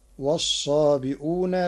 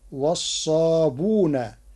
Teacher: قرأ ورش كلمة والصابئون بضم الباء وحذف الهمز فتصير عنده والصابون تخفيفا وتسهيلا · Shown in: second take